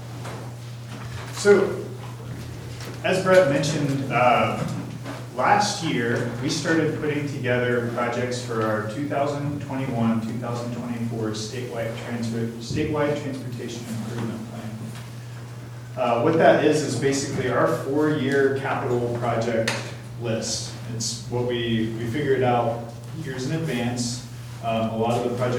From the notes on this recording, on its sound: Live recording of Astoria City Council meeting May 20, 2019.